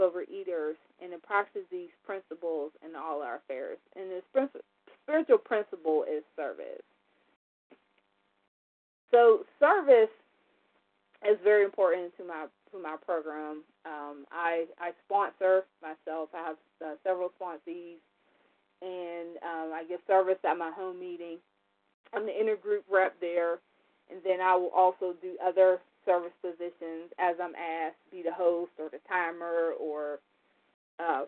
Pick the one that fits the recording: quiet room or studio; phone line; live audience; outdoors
phone line